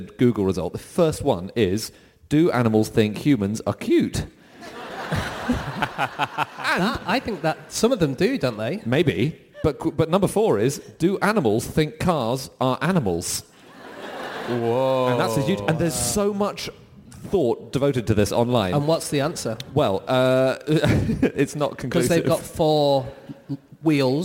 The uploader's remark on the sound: Live from Auckland